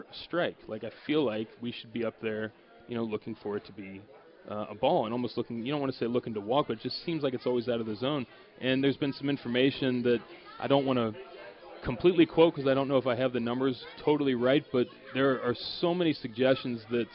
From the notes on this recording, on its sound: LIVE from PiratesFest at PNC Park